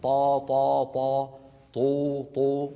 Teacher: الطاء العربية سهلة من مقدمة الفم، طا طا طا، طو طو، وهكذا هو الصوت. يجب أن يكون مفخما، لأننا لو رققناها ستتحول إلى تاء